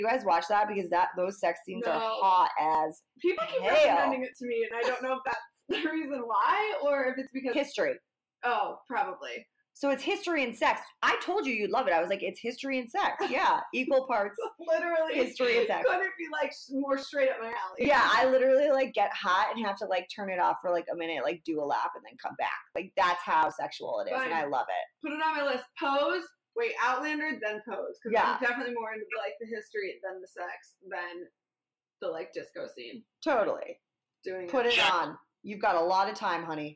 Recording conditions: poor sound quality